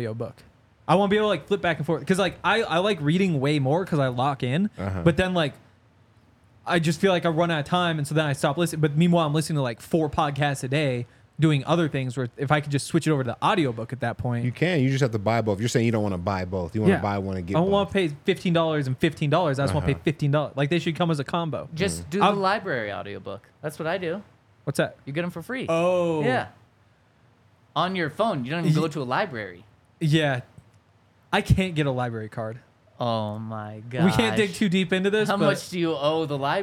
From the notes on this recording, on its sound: coming to you LIVE from the DNVR Bar